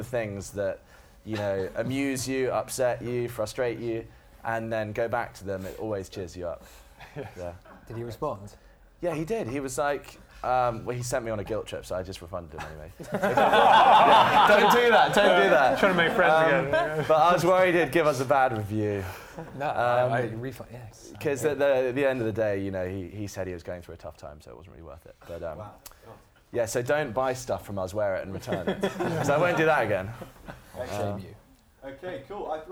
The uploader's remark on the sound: It marks the first time we’ve ever recorded the podcast in front of a live audience. At the Conduit Club in Mayfair with five of the most exciting young entrepreneurs in London.